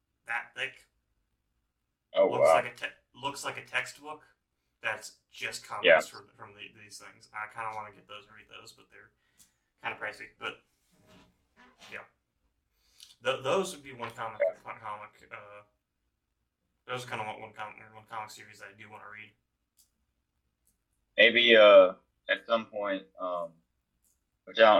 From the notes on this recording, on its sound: We apologize for the subpar audio quality and want to assure you that we're working hard to improve our recording setup for future episodes.